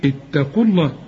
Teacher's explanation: وتثبت إذا وقفت تقول اتقوا، إنما عند الوصل تقول إيه؟ اتقوا الله، كأن الواو غير موجودة